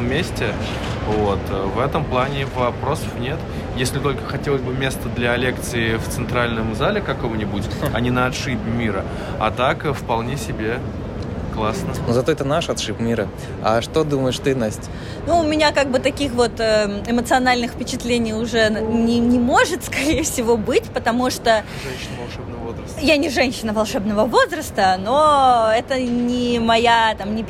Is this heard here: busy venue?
yes